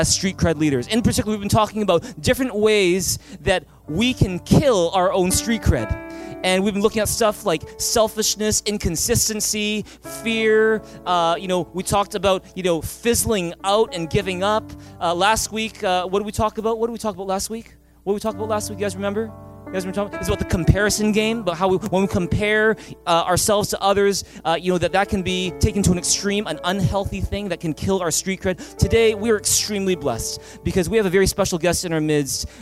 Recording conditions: large echoing room